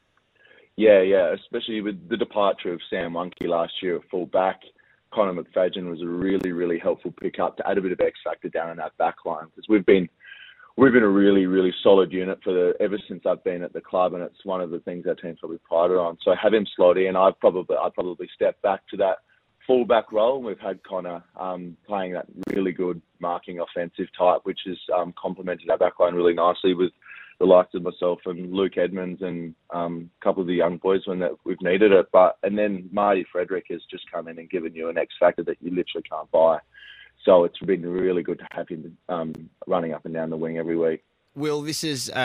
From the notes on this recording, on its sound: phoned in to chat with the boys